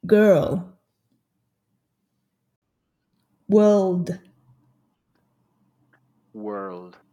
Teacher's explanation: your tongue is low in your mouth, like near the bottom of your mouth as such, and it's in the center of your mouth